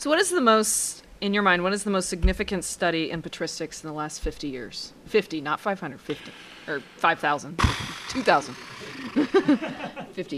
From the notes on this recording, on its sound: Live from Nashotah House, WI (3rd year running).